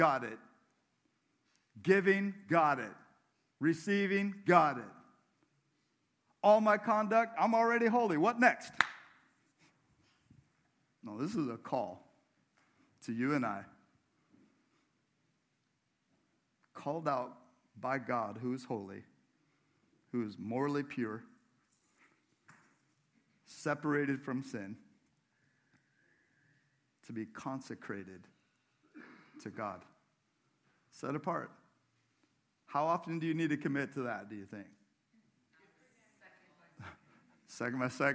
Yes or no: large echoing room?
yes